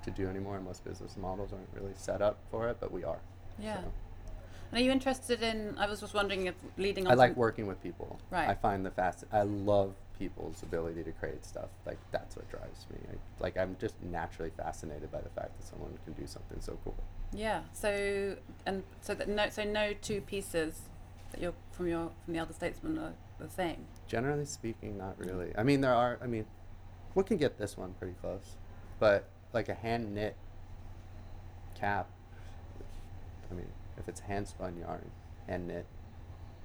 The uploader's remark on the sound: Recorded at 5 Carlos Place at Frieze Los Angeles